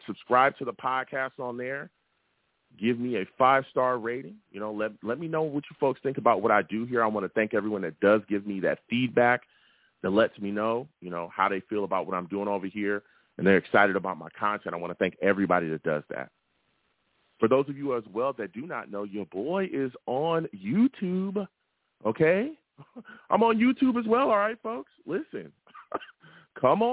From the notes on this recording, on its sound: I take live callers!